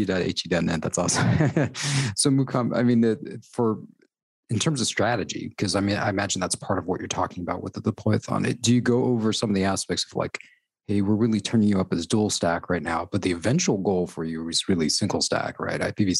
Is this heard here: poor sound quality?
no